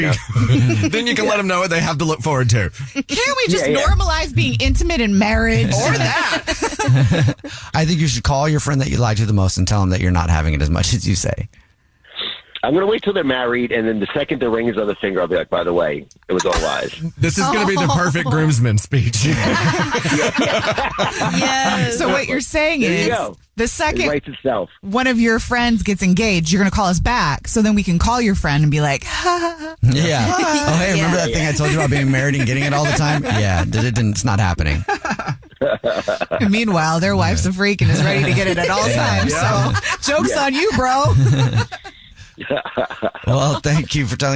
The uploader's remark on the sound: We have a listener on the phone who wants to tell us the Dirty Little Secret that he and his wife is keeping from everybody!